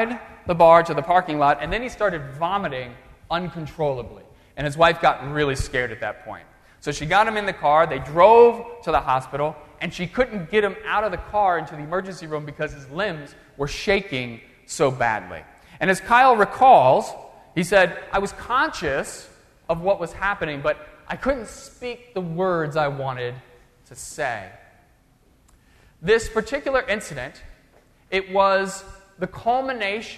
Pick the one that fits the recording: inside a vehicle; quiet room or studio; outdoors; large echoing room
large echoing room